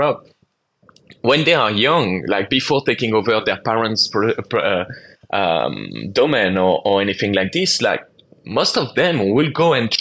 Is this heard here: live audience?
no